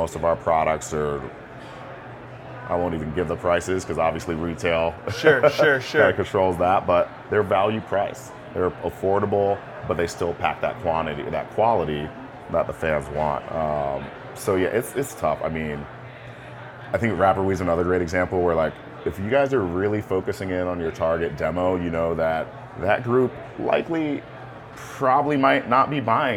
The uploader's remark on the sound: Live at MJ Unpacked in Las Vegas. The conversation was recorded live at a podcast booth during MJ Unpacked.